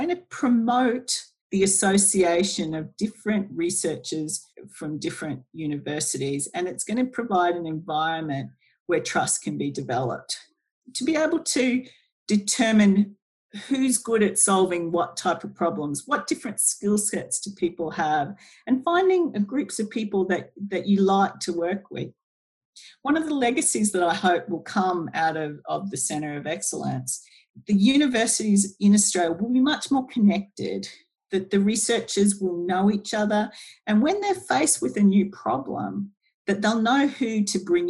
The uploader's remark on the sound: (via Zoom). Using the power of Zoom.